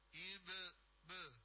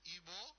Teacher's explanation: ini kol-kolanya bukan o, bukan juga e, tapi antara keduanya · Shown in: first take · ya, jadi e, ibe, be, bukan ibo, ya, tapi be, ibe, kolbe, ya, kolbe.